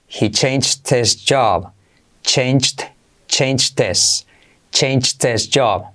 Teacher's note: Pero vamos a saltar la H de his. · Term: saltamos la H